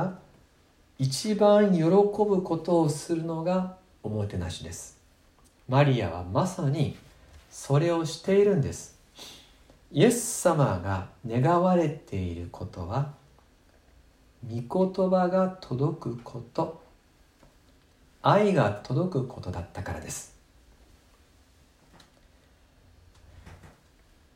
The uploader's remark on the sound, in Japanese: 2020/05/17吉備教会礼拝メッセージ録音です。